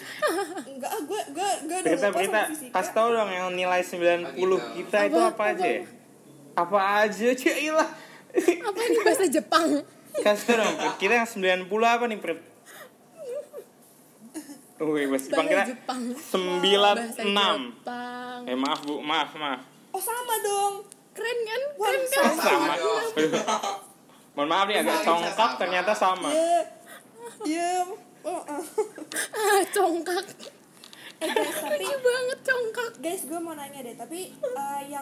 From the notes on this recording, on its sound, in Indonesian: Maaf ya P-assengers kalau agak mendengar grasak-grusuk dari audio kali ini.